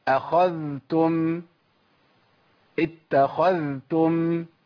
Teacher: اللي بيقرأ الإمام حفص لابد من بيان الذال